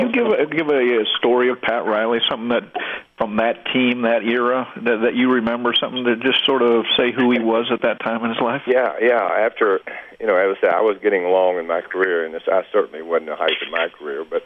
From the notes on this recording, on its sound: Conference Call (3/21/13)